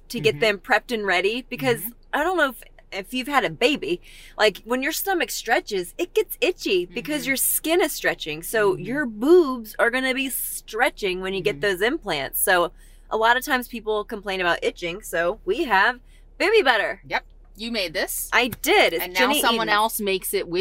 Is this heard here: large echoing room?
no